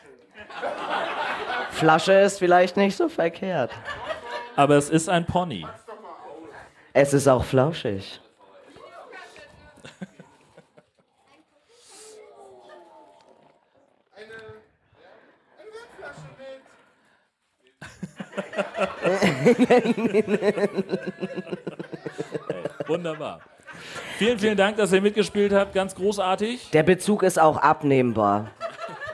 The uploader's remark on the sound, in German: Liveshow bei Podstock 2019. Selbstverständlich haben wir eine Live-Show abgeliefert.